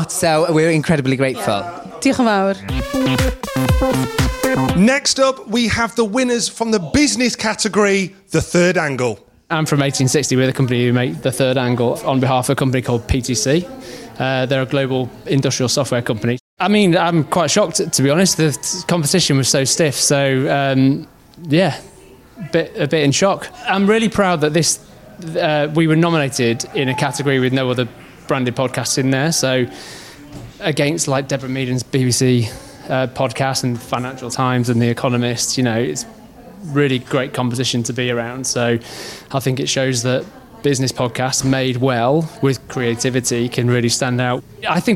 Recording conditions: busy venue